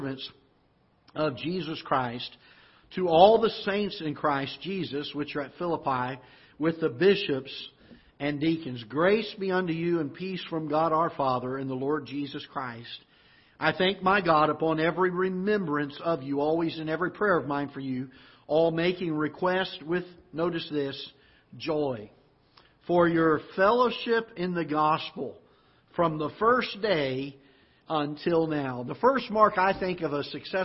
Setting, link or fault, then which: setting, large echoing room